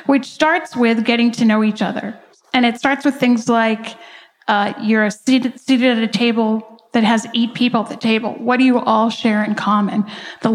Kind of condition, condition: setting, busy venue